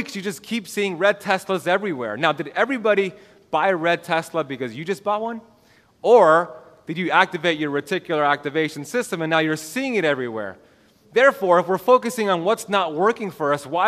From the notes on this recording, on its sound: This is the full lecture recorded at The BioHacking Congress, Miami, Florida October 2021.